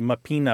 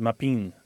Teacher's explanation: a lot of times that final syllable or that final vowel disappears through a process called lenition · Shown in: second take · So what might be mappina becomes mappin because the A is just kind of not really fully said.